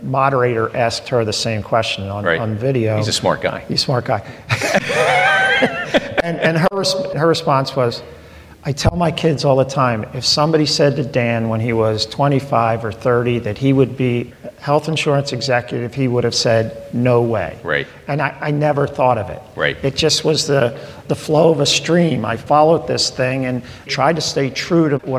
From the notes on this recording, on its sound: Recorded in front of a live studio audience.